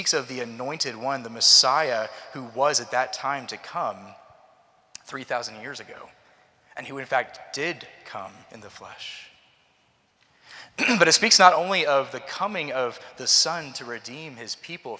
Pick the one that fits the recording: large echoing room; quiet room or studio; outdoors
large echoing room